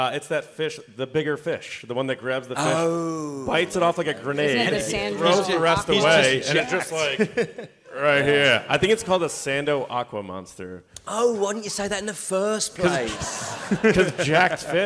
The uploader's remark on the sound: Star Wars Celebration LIVE Podcast. We have brought our experience to you with our live podcast from the conventions! Took live audience questions.